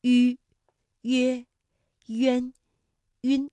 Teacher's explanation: 习一下吁以及吁开头的韵母。那刚才我们也说到，韵母吁呢是舌面单韵母，它的发音时候的特点是两唇要拢圆，略向前凸，舌尖抵住下齿背，使舌面前部隆起和硬腭前部相对，声带震动，软腭上升，关闭鼻腔通路。韵母开头的是吁的韵母呢，我们把它统称为撮口呼。发音的时候，双唇撮拢成圆形，所以叫做撮口呼 · 韵母吁呢是舌面单韵母，它的发音时候的特点是两唇要拢圆，略向前凸，舌尖抵住下齿背，使舌面前部隆起和硬腭前部相对，声带震动，软腭上升，关闭鼻腔通路。韵母开头的是吁的韵母呢，我们把它统称为撮口呼。发音的时候，双唇撮拢成圆形，所以叫做撮口呼。吁、约、渊、晕。那大家要注意的是，如果吁前面遇到了鸡、七、西的时候，吁上面的两个点要去掉了。这个顺口溜就是小吁有礼貌，遇到鸡七夕就摘帽，这是在书写当中的注意事项。